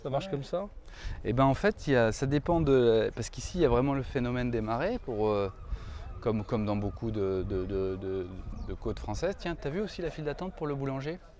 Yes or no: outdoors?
yes